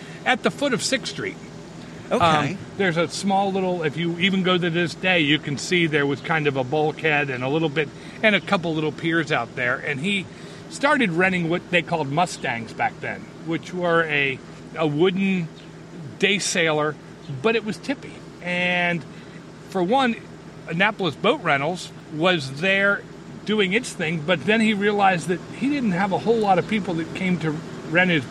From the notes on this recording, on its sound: Annapolis Sailing School. Went down to the school and sat on a deck overlooking the Severn River and Back Creek.